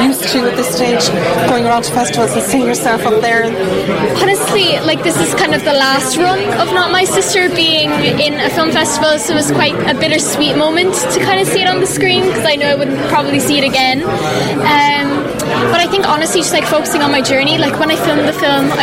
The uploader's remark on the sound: VoxPop at Fastnet Film Festival